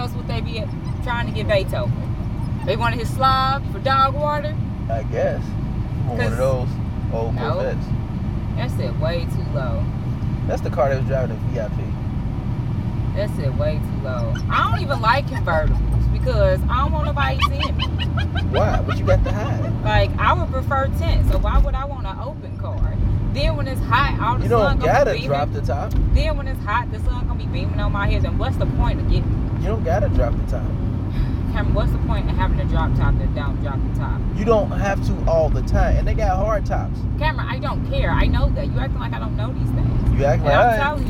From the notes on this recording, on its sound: We talk nonsense in the car while Marley the dog freaks out in the back seat.